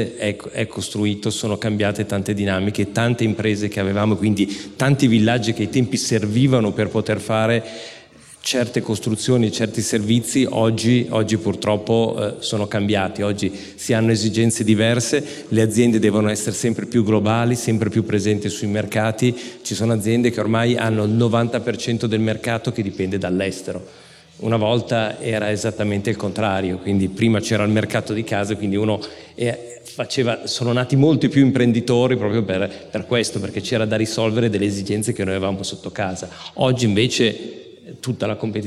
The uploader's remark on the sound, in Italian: abbiamo registrato live il 25 Ottobre a BASE